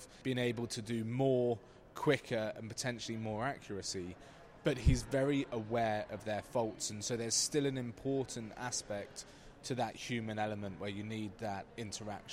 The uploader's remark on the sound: In the second part of the show, we report live from the floor of the ESG Integration Forum – Autumn, held this November in London. For a roundtable discussion.